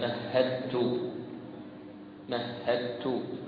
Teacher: وأيضا في قوله تعالى مهدت الدال مع التاء مهدت، تقرأها هكذا مهدت مهدت ميم ها تاء مشددة، فتدخل الدال في التاء · Term: متجانسين صغير